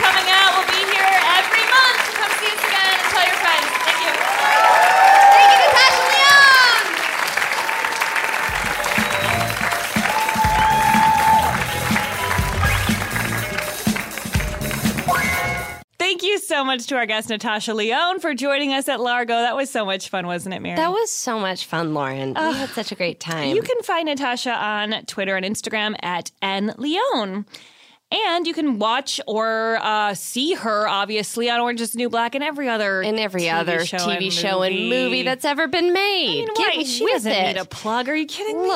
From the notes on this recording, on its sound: LIVE AT Largo in Los Angeles